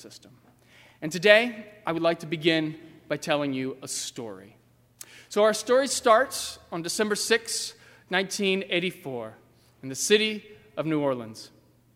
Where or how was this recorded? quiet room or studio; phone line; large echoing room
large echoing room